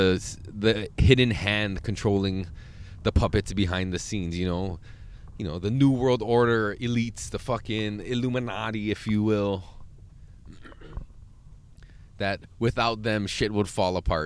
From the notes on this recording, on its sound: Back in the van.